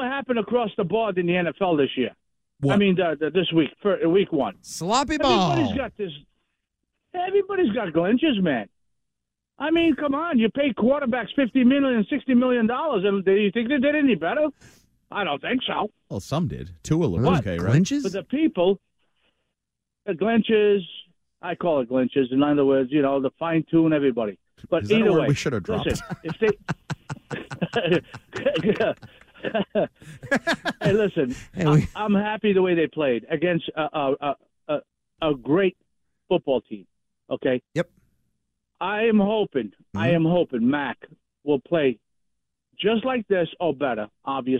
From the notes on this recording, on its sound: The guys keep the phone calls coming.